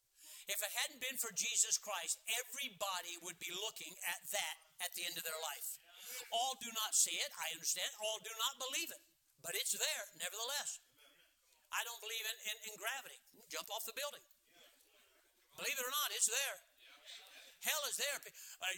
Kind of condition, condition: setting, large echoing room